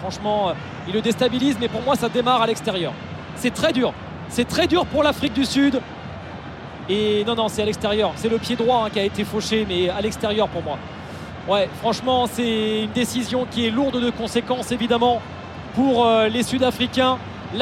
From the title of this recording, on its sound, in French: Point ambiance en direct d'Abidjan